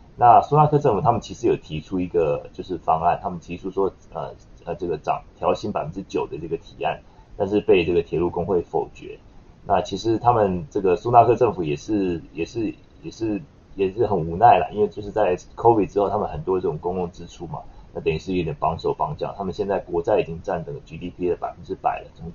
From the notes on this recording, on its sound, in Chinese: 今天的收音有點遠，下次會注意調整，抱歉啦!